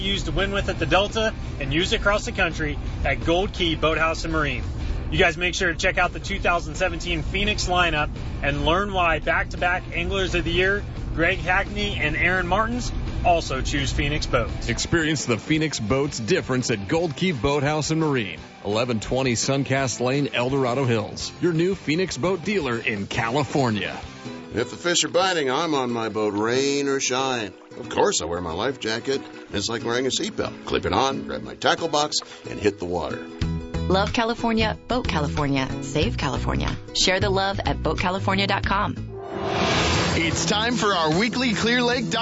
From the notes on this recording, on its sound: Live from Triton Owners Tournament.